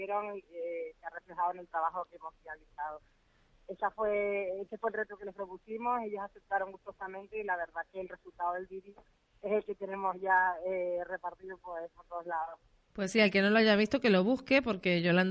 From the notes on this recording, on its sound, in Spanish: Gente Radio. Entrevista telefónica. Concejal de Turismo de Puerto de la Cruz, durante su presencia en Fitur.